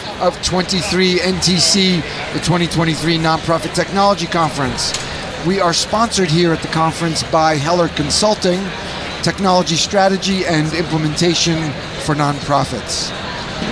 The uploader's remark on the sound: This was recorded at the 2023 Nonprofit Technology Conference, hosted by NTEN.